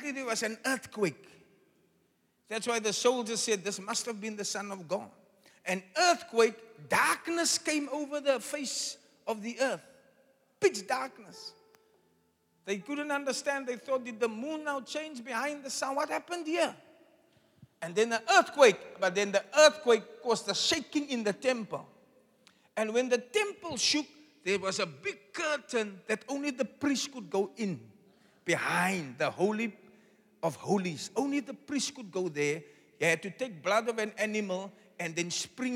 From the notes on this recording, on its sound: Preached at the Zion Sanctuary, Cape Town